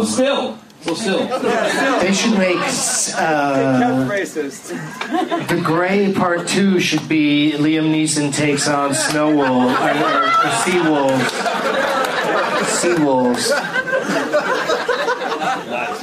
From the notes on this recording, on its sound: against audience members at the Punch Line in San Francisco